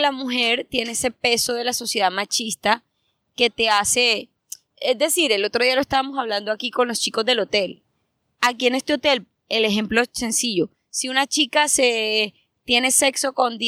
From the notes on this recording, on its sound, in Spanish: Grabamos este podcast en uno de los lugares más gloriosos de Colombia, la playa de Costeño Beach en Santa Marta. Grabamos esta conversación tendida en la playa frente a su casa, mirando el mar.